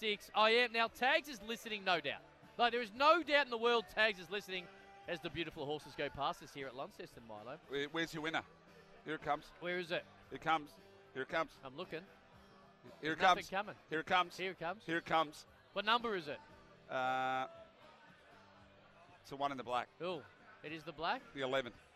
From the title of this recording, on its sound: Wednesday Trackside LIVE from Launceston